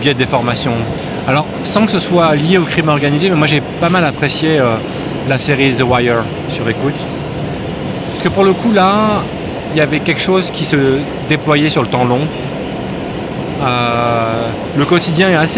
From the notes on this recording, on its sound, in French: Enregistré fin février dans les rues de New-York. Balade de Brooklyn à Harlem.